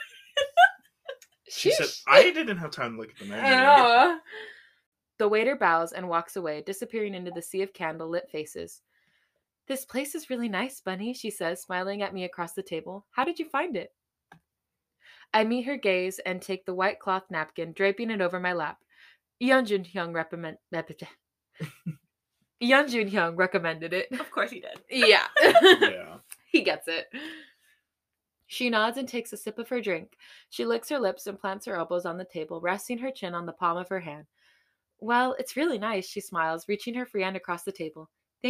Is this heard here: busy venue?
no